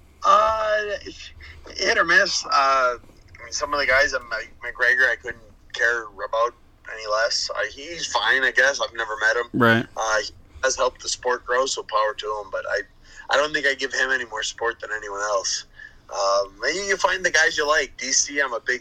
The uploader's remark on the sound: Interviews UFC Light Heavyweight over the phone.